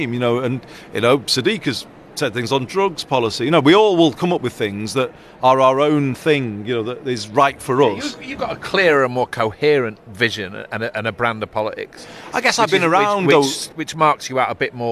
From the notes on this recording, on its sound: goes to the Labour conference in Liverpool, hearing from people in and outside the hall